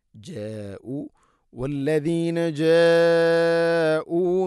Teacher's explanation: വല്ലദീന ജഉ, ഇവിടെ മദ്ദിൻ്റെ അക്ഷരമായ അലിഫിന് ശേഷം ഹംസയാണ്. ഒരേ പദത്തിലാണുള്ളത് മദ്ദ് മുത്തസിൽ. നിർബന്ധമായിട്ടും ഇത് 4-5 ഹർക്കത്തിൻ്റെ ഖദറിൽ നീട്ടണം.